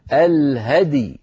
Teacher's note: هذه من الكلمات الصعبة جدا عند الوقف عليها، لأنه يجتمع في النطق ساكنان، الهدي هكذا، الهدي، نسكن الدال ونقلقلها ثم نسكن الياء